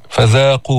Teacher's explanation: فذاقوا، ما تطلع لسانك كتير بالذال، ذال من الحروف اللثوية، نعم تخرج من طرف اللسان مع أطراف الثنايا الأسنان العليا، فيها جهر فيها رخاوة، حرف مستفل ما فيه تفخيم وهو منفتح ما فيه إطباق.